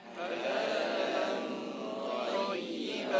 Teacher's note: O O yang Arab tu O syaito kan bukan syaito ha, bukan <laughs> okey bunyi Melayu benar tu kan kan ha, syaito okay tak apa kemudian bila tanwin berjumpa huruf to maka kita berlakulah hukum ikhfa yang kita kena dengungkan secara sembunyikan nun mati